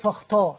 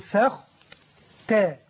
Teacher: مثلا أقول فاخ، بعد ذلك حرف التاء، حرف التاء مرقق ولكن قوة التفخيم في حرف الخاء قد تجعله يقول طا · Shown in: second take · فقال فخ طا، هذا خطأ.